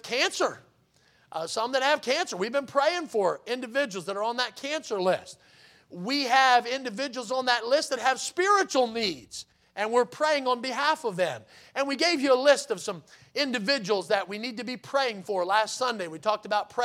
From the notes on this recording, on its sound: in the Sunday Morning Service on July 30, 2023, at Victory Baptist Church in Boonsboro, Maryland